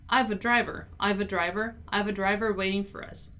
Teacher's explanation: Notice how I kind of contract the word I and the word have and pronounce it like I've, right? I have a driver waiting for us, okay?